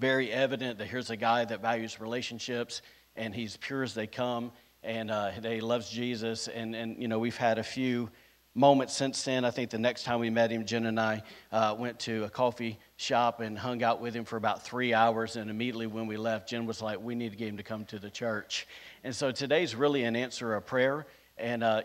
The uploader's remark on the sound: recorded on Sunday, February 12th, 2023, during service at The Anchor Church in Rockport, Maine.